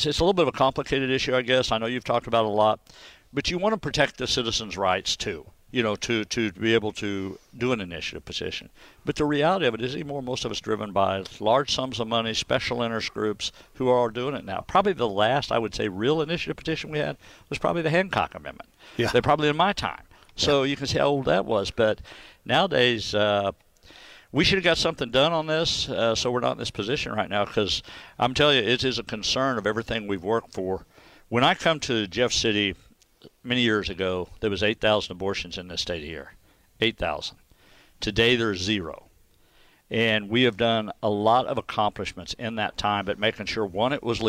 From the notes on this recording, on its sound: live from Jefferson City's Capitol Rotunda